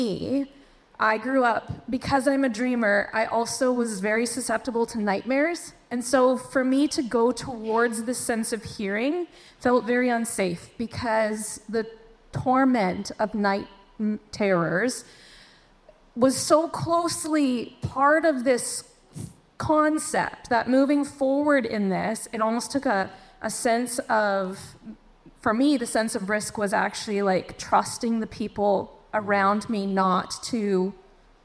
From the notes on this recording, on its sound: Share a discussion with live Q&A in a special edition of onramp. This podcast was recorded live at Northside Foursquare Church.